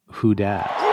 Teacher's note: the TH at the beginning of they gets pronounced as a D, which is a common feature of African-American English